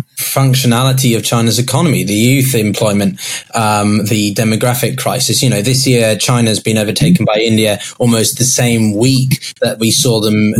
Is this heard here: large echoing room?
no